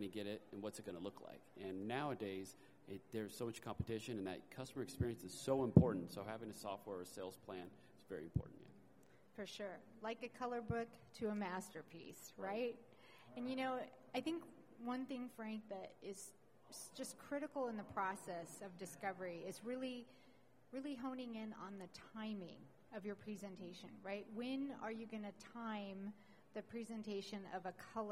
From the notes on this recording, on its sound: Recorded live at Coverings 2022.